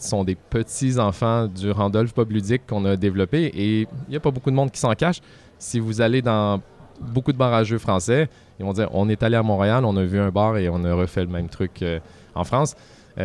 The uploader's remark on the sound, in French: lors du Festival International des Jeux de Cannes 2023